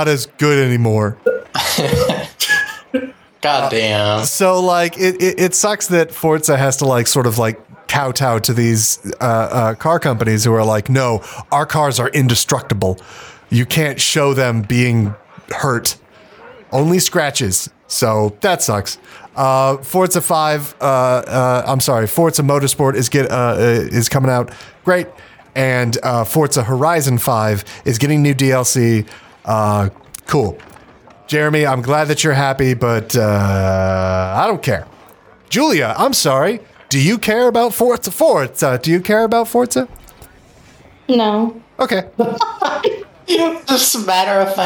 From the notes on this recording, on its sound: We are here on the show floor deep diving into the crazy announcments that we’ve seen here on the show floor of E3 2022.